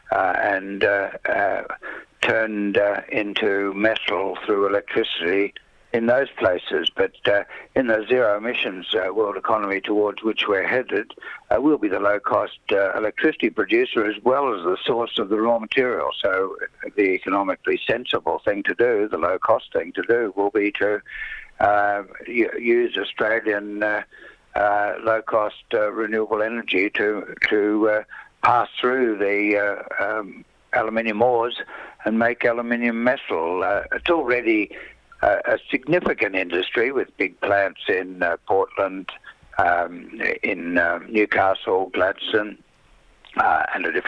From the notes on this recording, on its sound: phones in to The Grapevine